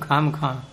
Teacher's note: अनुनासिक का उच्चारण मुख खोल करके, ओष्ठों को बंद नहीं करते हैं